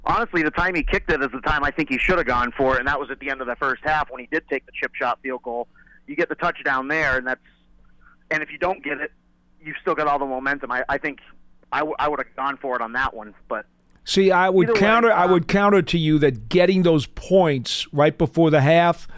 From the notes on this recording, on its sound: take calls from fans